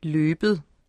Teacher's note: ET i slutningen af et ord udtales som blødt D